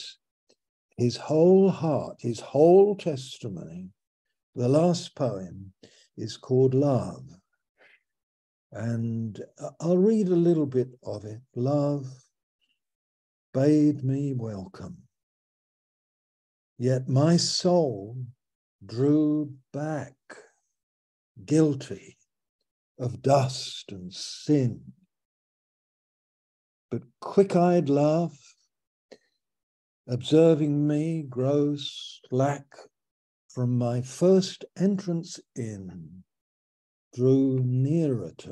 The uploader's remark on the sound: Our Fellowship - Malaysia Meets (Zoom)